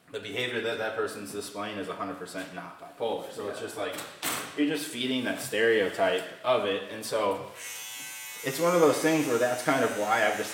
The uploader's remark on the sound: This was recorded while he was cutting my hair, so the audio is not the best.